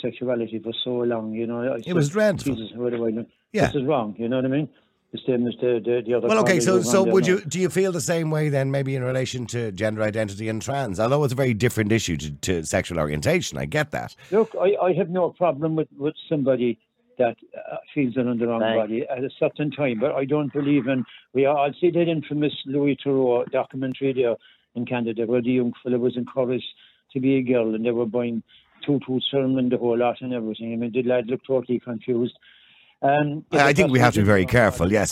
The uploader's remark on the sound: Callers Only